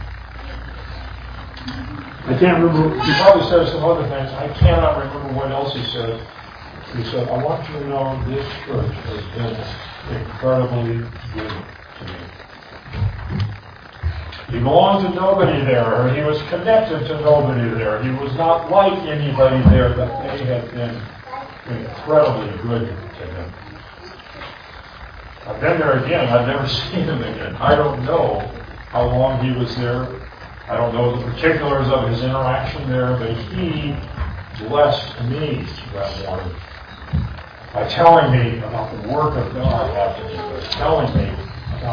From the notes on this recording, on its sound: This audio recording is noisy.